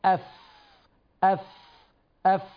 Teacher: هذا مخرج من بطن الشفة السفلى مع أطراف الثنايا العليا · Term: حرف الفاء